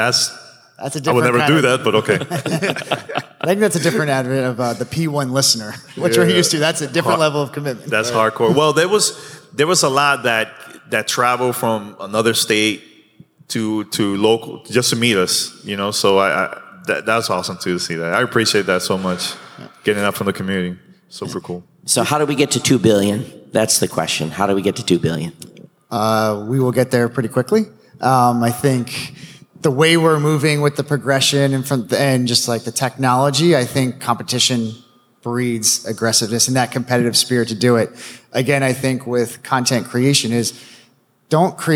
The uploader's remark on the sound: In-person live on stage at Podcast Movement.